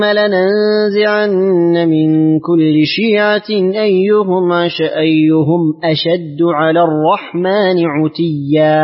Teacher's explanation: أسكنت ميم الجمع وقرأت عتيا بضم العين